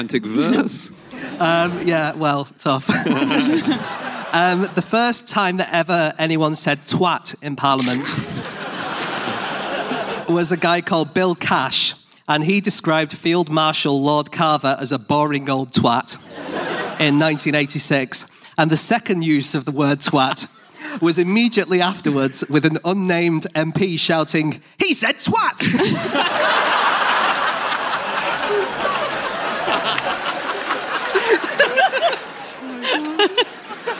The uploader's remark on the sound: Live from the Lyric Theatre in London